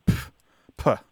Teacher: What it is, is it's a spelling version of the sound that you make when you have a sudden disregard for something. So there's this uh, sharp plosive sound that you make when you are reacting dismissively. So you go, like it's a sharp exhalation of air yeah.